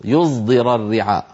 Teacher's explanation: في العامية اسمه الظاء العامية، وفي الفصيح اسمه الصاد المشمة زايا، الصاد المشمة يعني الصاد المخلوطة بحرف الزاي